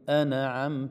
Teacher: أن نضع طرف اللسان في مخرج النون ولا نحركه حتى نأتي إلى مخرج العين. أنعمت، لو حركناه بسرعة سيقول أنا، أن بسكونه وثباته في مخرجه. · Term: النون الساكن